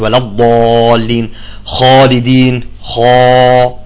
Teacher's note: تفخم الألف بعد حرف الاستعلاء المفخم